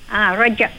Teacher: Dia jim tu dia melantun. Dia bukan keluar hamas.